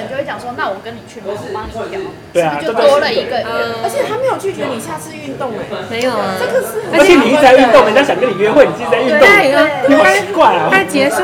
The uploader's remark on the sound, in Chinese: Lane 72 Bistro 英式餐酒館 之 邊吃邊聊悠閒話題分享。首次嘗試在餐酒館內錄音。